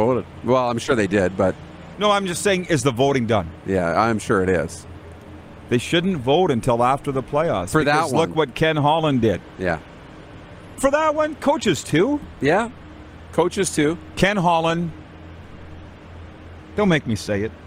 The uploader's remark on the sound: Live from the Centennial Cup in Estevan, SK! We are LIVE from the city of Estevan, Saskatchewan for the 2022 Centennial Cup Junior Hockey Championship for the CJHL.